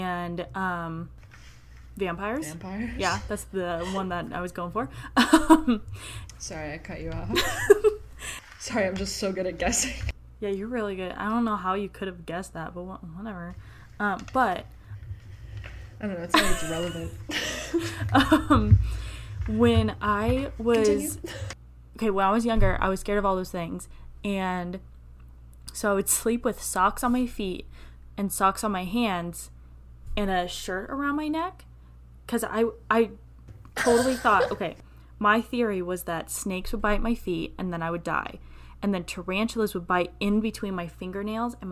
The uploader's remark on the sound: her mod podging was closer to the mic than she was